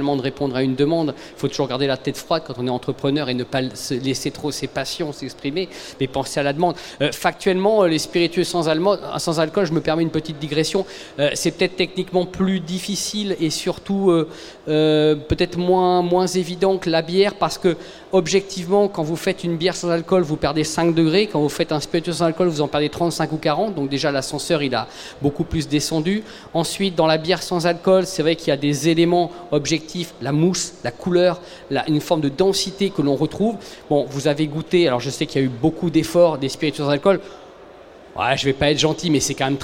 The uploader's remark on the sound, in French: Conférence donnée au salon BRADIS